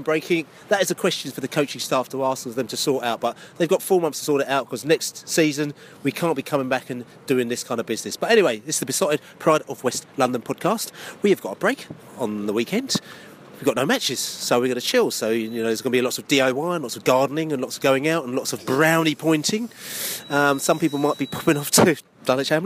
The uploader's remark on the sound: post-match podcast from the car park